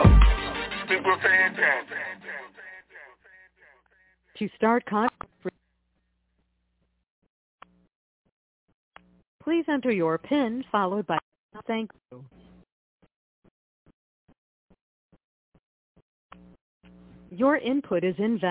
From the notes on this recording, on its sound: Conference Call